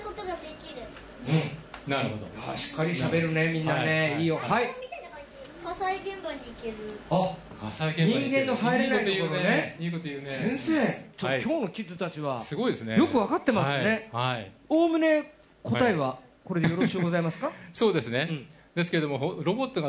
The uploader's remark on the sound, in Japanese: 公開録音